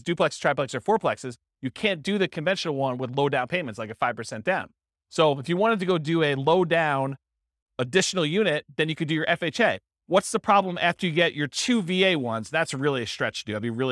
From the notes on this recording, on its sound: This was a live class recorded